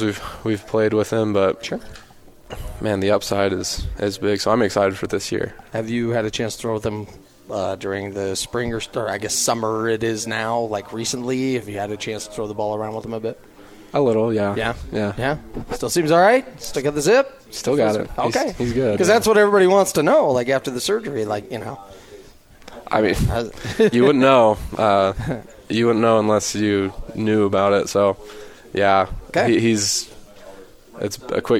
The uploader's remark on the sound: live from BYU Football Media Day